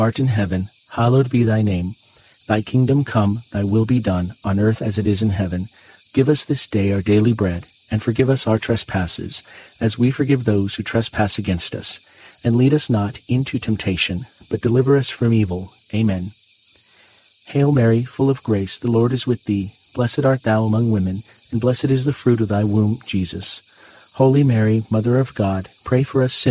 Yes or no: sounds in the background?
yes